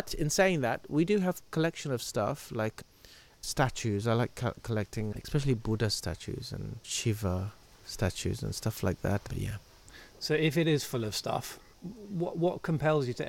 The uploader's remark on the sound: He kindly invited us to his home last summer and we recorded this conversation in a shady spot in the garden.